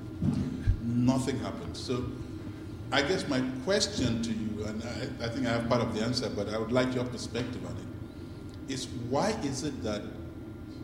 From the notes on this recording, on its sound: Audio from BCA-IA's annual Kaye Whiteman Memorial Lecture